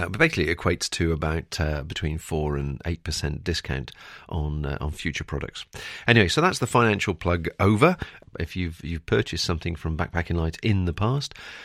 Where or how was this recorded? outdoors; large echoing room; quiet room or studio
quiet room or studio